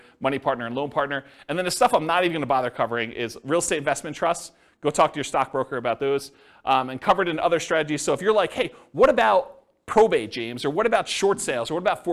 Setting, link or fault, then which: setting, live audience